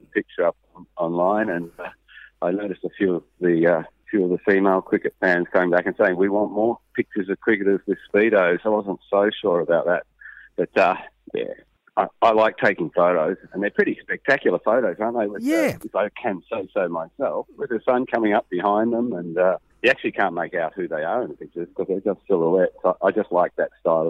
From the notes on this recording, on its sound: phones in from Port Elizabeth